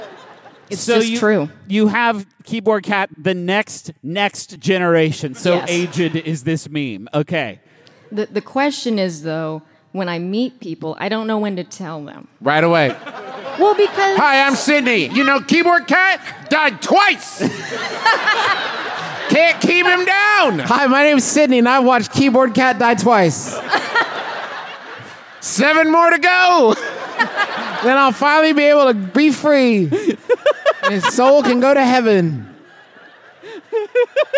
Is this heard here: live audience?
yes